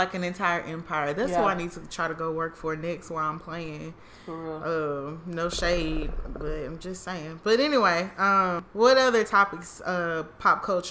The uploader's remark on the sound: Get together to smoke hookah(sorry for the noise lol).